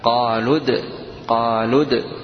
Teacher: بعد اللام المضمومة مباشرة الدال الساكنة